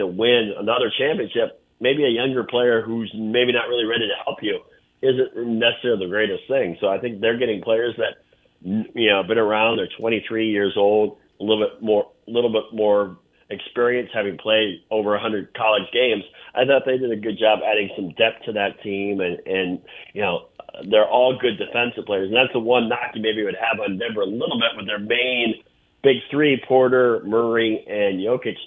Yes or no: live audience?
no